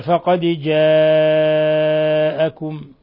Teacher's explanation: الدال ساكنة قلقل لأنها من حروف قطب جد. جاءكم مد متصل، تقدم نظائره.